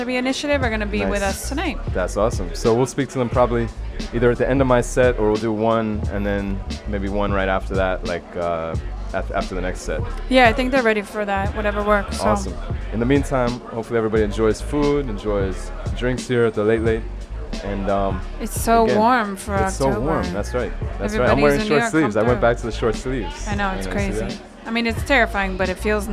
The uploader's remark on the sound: Originally broadcast live on October 17, 2016 from the storefront of The Late Late Bar on Houston Street in New York City.